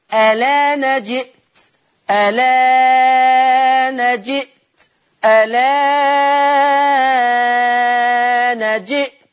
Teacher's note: لو أنا أثبت همزة الوصل فلي في المد البدل القصر والتوسط والإشباع · Term: تثليث البدل